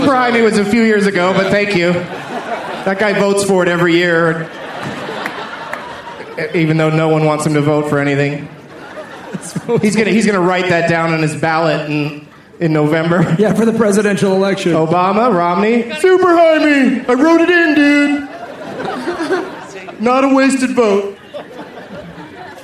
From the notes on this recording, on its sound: Recorded on the … Cruise on January 22nd, 2012.